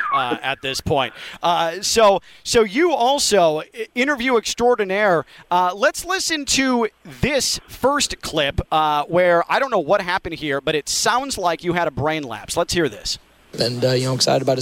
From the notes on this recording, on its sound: Live from Big Ten Media Day at Lucas Oil Stadium in Indianapolis